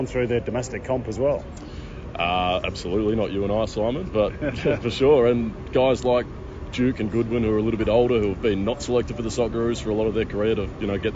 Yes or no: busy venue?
yes